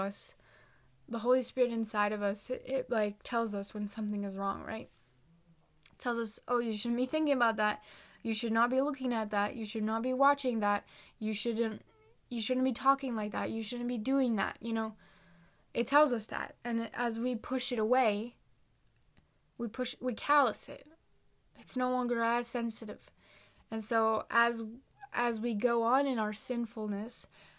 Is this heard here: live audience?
no